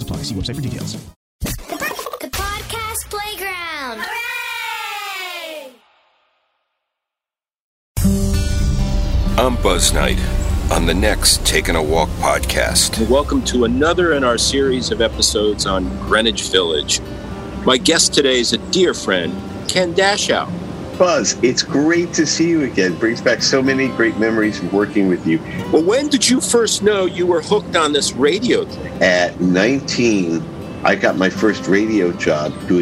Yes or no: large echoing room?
no